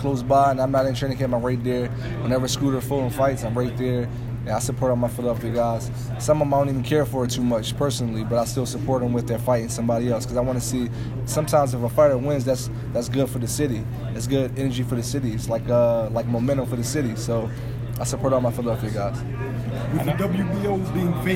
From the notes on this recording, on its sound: press conference at the Liacouras Center in Philadelphia